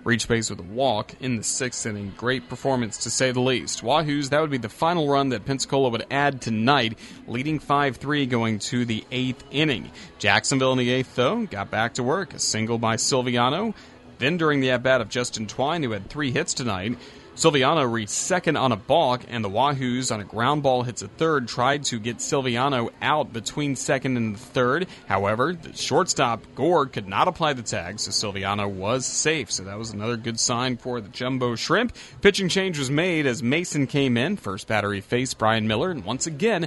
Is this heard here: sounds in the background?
no